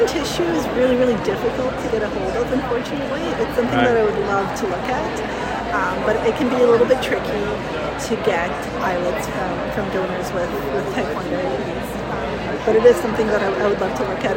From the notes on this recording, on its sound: recorded during Day 2 of Islet Study Group 2023